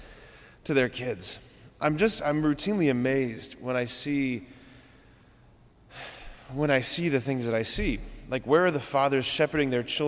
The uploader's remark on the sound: at Sacred Heart of Jesus Catholic Church in Wadsworth, OH